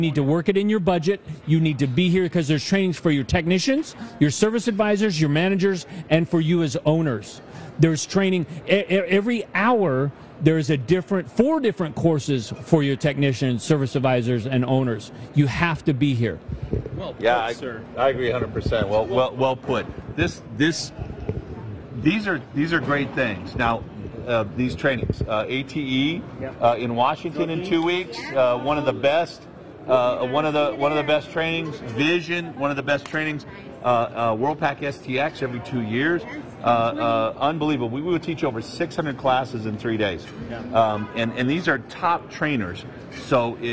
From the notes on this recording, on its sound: Marketing, from the Vision Hi-Tech Expo and Training. This show was recorded at the Vision Hi-Tech Expo and Training, an event we absolutely love to come to!